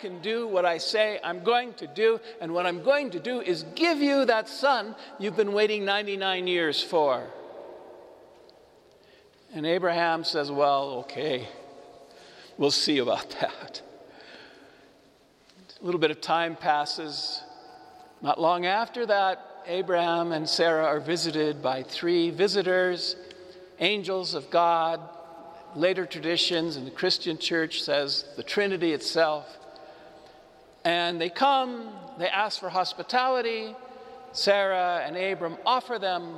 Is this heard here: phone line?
no